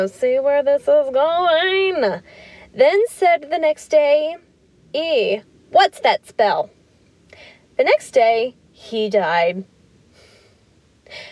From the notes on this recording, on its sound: Reading to you from my car because we are all working from home and I need a nice place to yell my stories through my microphone!